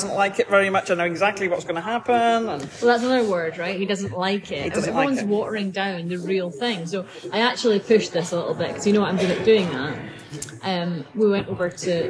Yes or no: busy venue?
yes